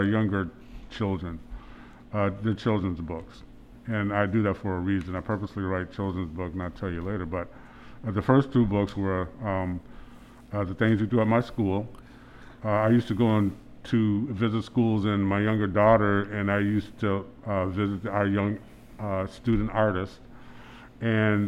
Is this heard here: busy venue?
yes